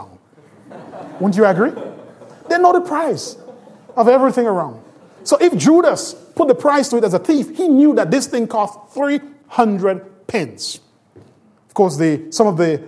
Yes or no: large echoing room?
yes